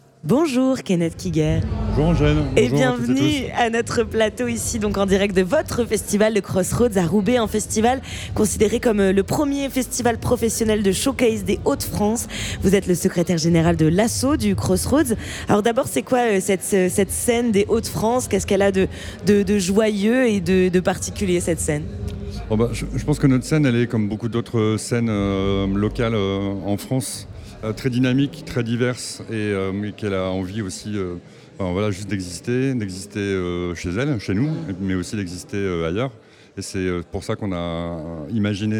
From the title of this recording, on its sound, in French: En direct du Crossroads Festival